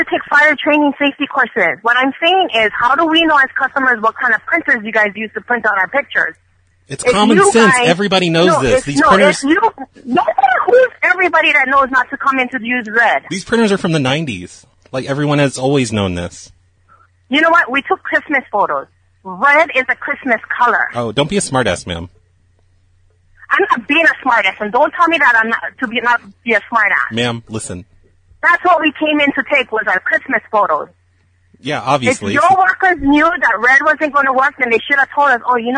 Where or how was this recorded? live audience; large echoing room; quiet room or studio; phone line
phone line